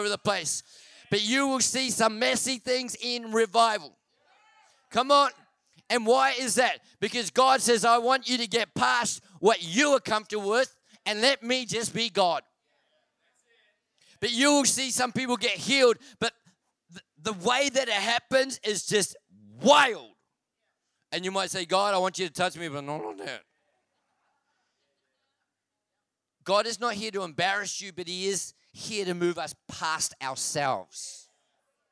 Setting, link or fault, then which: setting, large echoing room